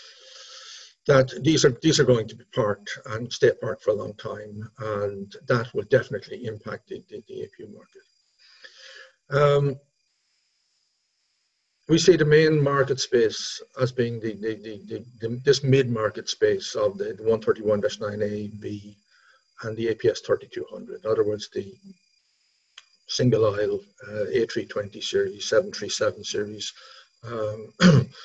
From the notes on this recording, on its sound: APTN Zoom Call # 7. 7th APTN Aircraft Lessor Zoom Call.